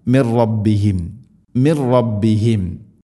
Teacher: സാകിന നൂന് ശേഷം റാ, നൂനിനെ റായിലേക്ക് ഇദ്ഗാം ചെയ്യണം, അഥവാ കൂട്ടിലയിപ്പിക്കണം, മണിക്കാതെ ഉച്ചരിക്കണം.